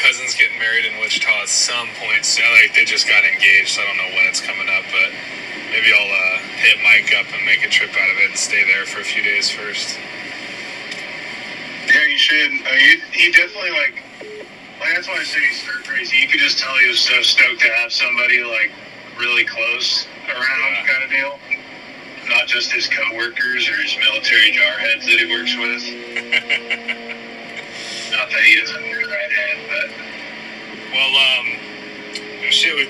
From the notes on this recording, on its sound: while stuck in traffic